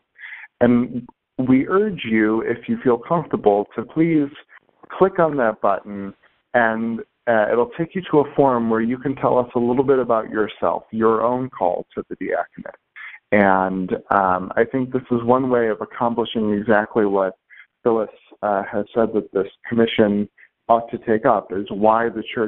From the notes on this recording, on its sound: This teleconference